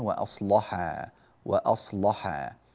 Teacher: أصلح اللام هنا تغلظ قولا واحدا، تغلظ قولا واحدا، وأصلح وأصلح هكذا.